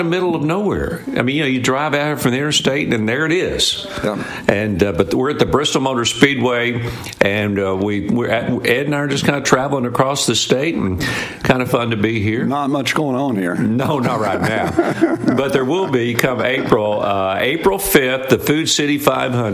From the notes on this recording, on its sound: LIVE from the Bristol Motor Speedway!